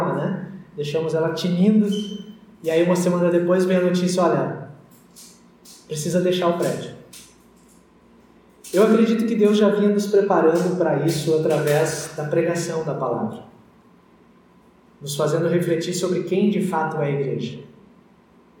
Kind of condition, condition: setting, large echoing room